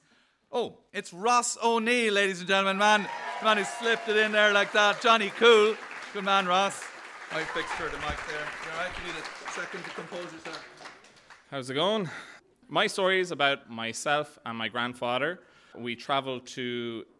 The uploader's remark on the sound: stories from our monthly open mic storytelling night